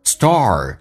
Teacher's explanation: 重度卷舌，打开口腔一点点，整个舌身往回卷